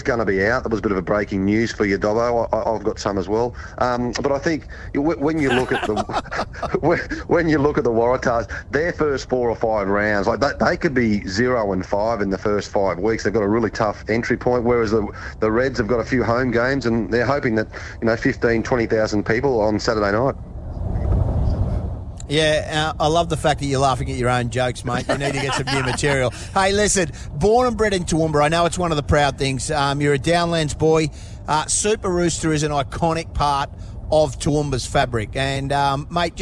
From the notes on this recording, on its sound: crammed into a vehicle and broadcast LIVE on the drive to Super Rooster in Toowoomba!